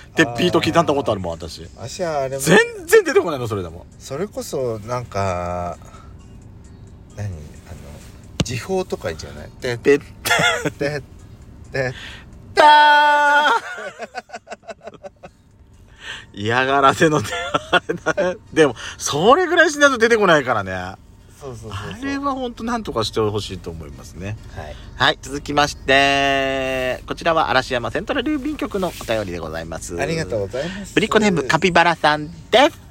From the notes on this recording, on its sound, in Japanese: パーキング収録